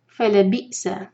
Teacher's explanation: حمزہ پر سکون ہے تو کٹ آف ساؤنڈ آنا چاہیے اس کے مخرج کو ٹچ کرنا ہے